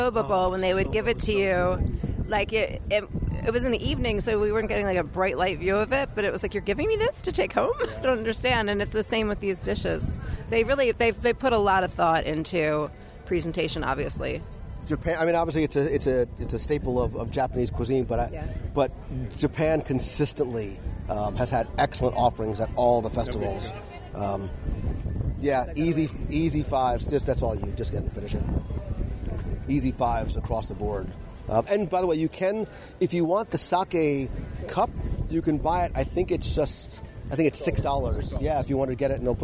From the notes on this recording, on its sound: LIVE Walkabout and Review of Epcot’s Festival of the Arts. LIVE from the Epcot International Festival of the Arts, as we wander through Future World and World Showcase. We not only review all there is to see, do, and enjoy, but wander the World Showcase promenade and sample food and drinks from each of the Festival marketplace kitchens in our live review!